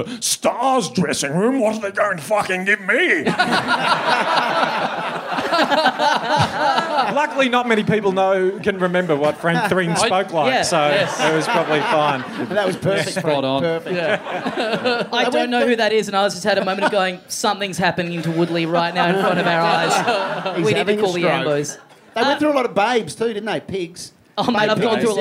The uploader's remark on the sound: Recorded LIVE at the Heya Bar in Brisbane on Saturday, March 18, 2017.